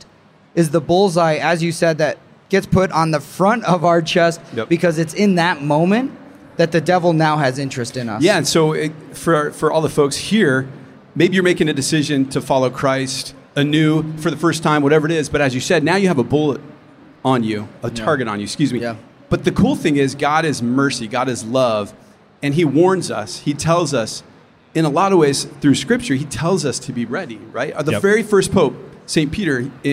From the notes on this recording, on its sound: Man Catholic had the chance to record an episode live at SEEK23 in St.